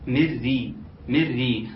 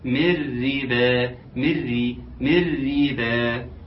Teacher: ان الراء مرققه لانها مكسوره وبالتالي فلازم ان احنا عاوزينها تطلع مرققه خالص، من ري من